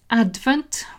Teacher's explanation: with the stress on the first syllable